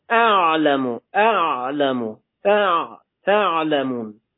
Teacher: عین صفت بین شدت و رخبت داره، یعنی نه شدت کامله که قطع بخواد بشه، نه رخبتی که بخواد خیلی راحت کش بیاد تو حالت ساکن.